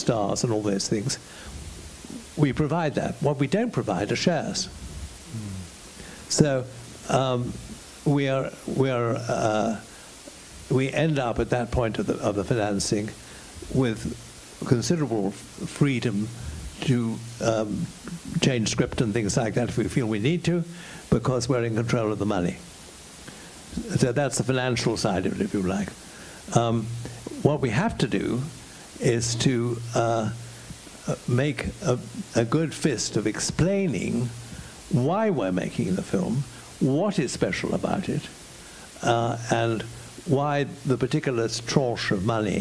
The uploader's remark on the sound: The Q & A that was recorded from this evening. (Walthamstow International Film Festival).